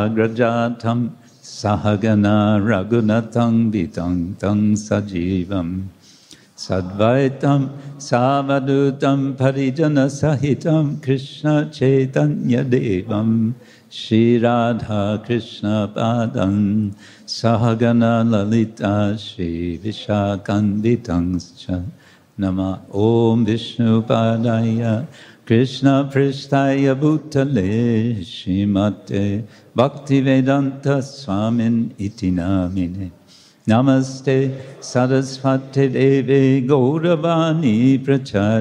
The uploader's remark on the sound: Lecture from ISKCON Juhu temple